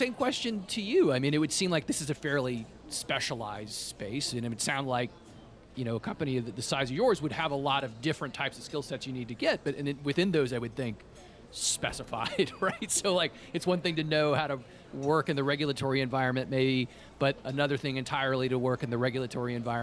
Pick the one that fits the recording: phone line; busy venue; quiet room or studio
busy venue